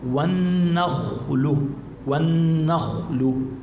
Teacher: النخل الخاء شوفي عليها سكون، ما قبلها مفتوح، إذن هون بدنا نفخمها للخاء